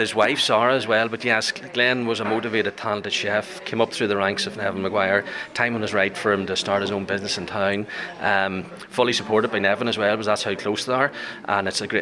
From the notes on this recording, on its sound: Joined on a walking tour.